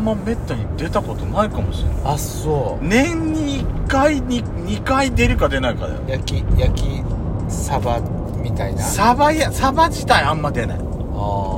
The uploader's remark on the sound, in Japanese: ドライブ収録 #ロードノイズごめんね